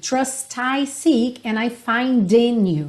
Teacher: o T final do trust e o D do find estão bem marcadinhos mesmo